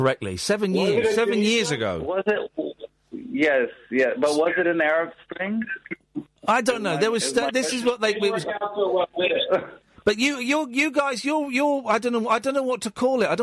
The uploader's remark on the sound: Straight to Air all night. On the phone.